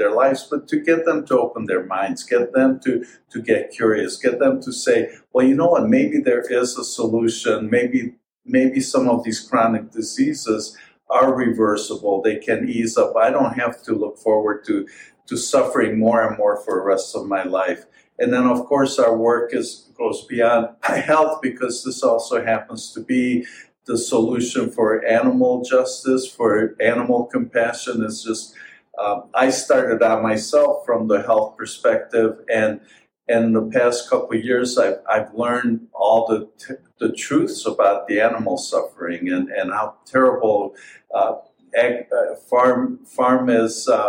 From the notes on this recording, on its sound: on-location interviews from the National Health Association Conference